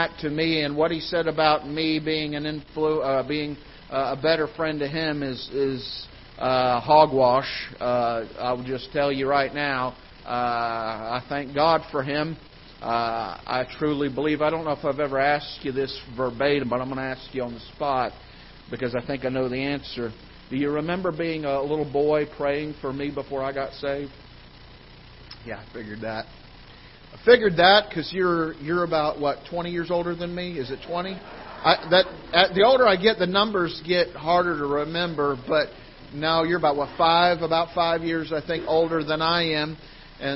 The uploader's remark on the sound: Ketha Heights Baptist Church ~ Live Broadcast